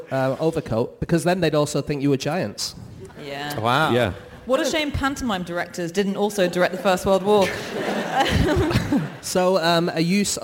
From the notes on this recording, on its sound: Live from Auckland